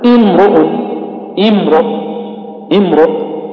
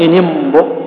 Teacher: في حالة الابتداء نقول امرؤ امرؤ امرؤ في حالة درج القراءة نقول إن امرؤ تسقط الهمزة · Term: همزة وصل